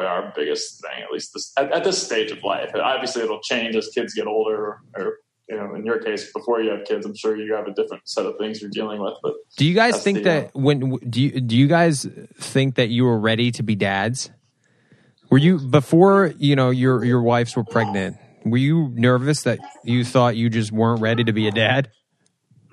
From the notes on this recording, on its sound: meet up on Zoom